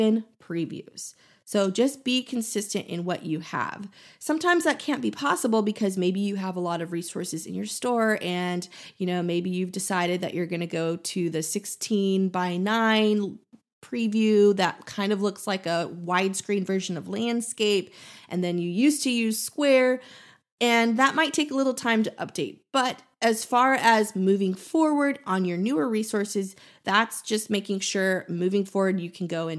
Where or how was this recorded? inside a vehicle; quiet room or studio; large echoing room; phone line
quiet room or studio